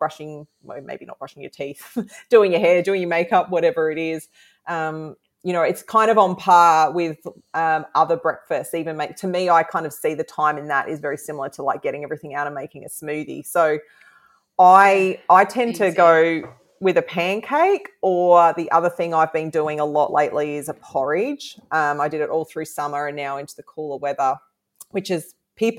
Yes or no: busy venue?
no